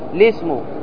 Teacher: الابتداء بلام مكسورة من غير همزة الوصل قبلها